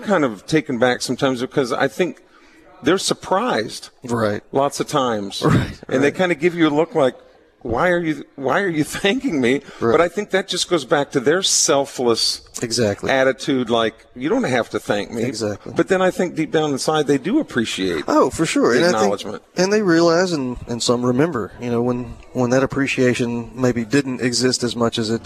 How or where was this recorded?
busy venue